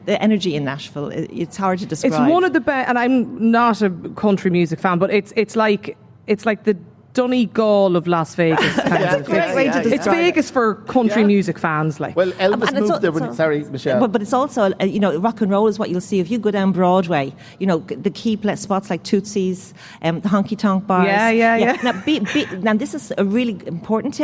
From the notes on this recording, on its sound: LIVE at the Friends Experience in Dublin